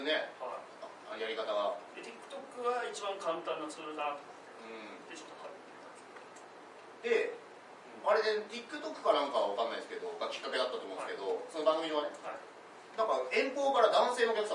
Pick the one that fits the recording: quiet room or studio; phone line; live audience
live audience